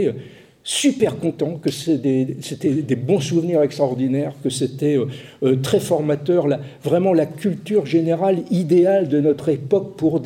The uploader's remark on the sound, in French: Version audio de la conférence. À Aix-Marseille Université, Campus Schuman.